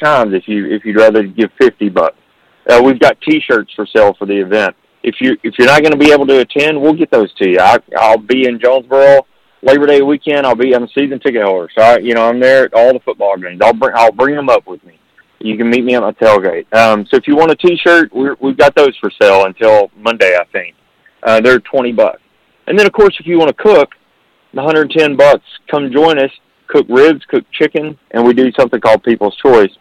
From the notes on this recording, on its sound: LIVE on the Back In Action Hotline. On RWRC Radio on 95.3 The Ticket/AM-970, Ritter Communications Tubetown 21!